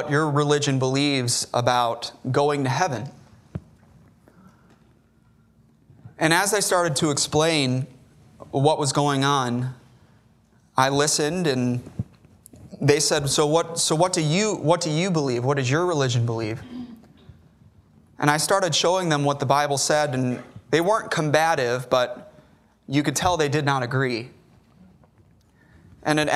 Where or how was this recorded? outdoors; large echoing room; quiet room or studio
large echoing room